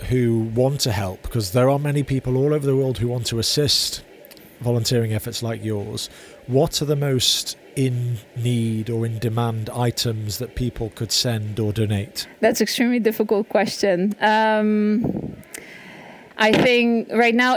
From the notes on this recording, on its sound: Recorded in Kraków, Poland. Volunteering at Kraków train station. I was lucky to record this - it was around 8:30am and the station wasn’t yet heaving. A number of trains from the Polish/Ukrainian border arrived.